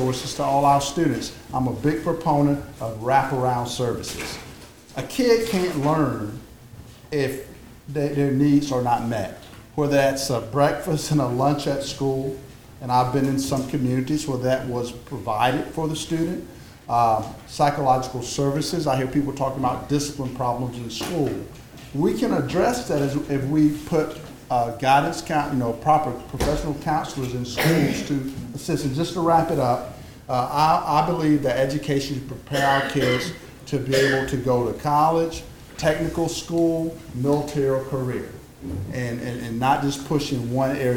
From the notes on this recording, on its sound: Each gave brief speeches and answered questions from the audience. Stump speech and Q&A.